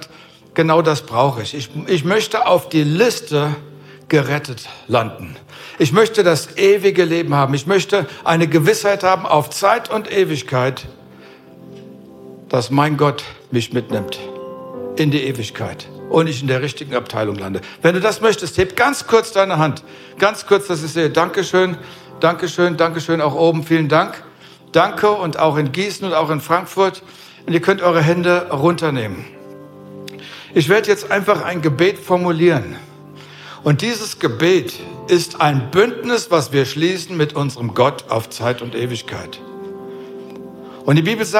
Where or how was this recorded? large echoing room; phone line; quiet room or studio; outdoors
large echoing room